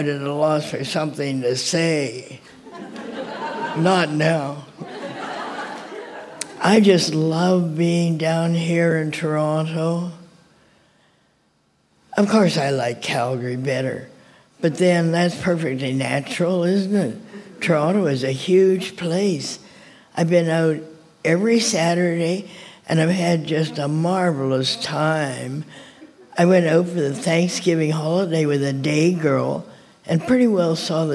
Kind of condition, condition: setting, live audience